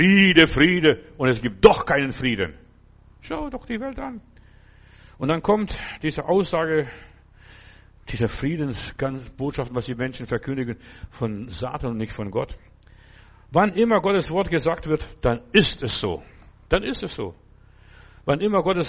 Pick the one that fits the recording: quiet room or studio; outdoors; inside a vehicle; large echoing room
large echoing room